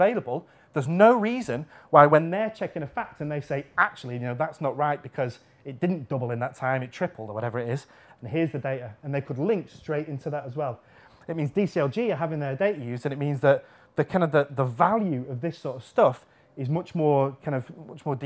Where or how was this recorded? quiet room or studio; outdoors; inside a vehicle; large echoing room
large echoing room